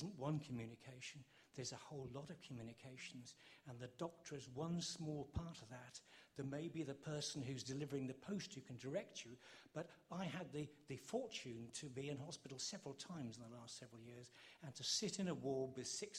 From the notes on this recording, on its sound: Questions from the audience